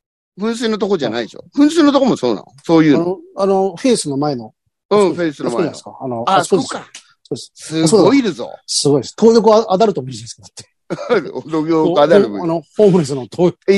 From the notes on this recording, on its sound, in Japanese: ZOOMで収録